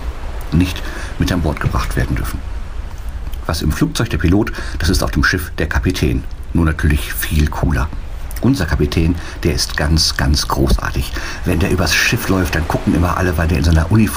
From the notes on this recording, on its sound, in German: Mit der AIDAluna von Kiel nach New York. Meldet sich jeden Tag live vom Schiff.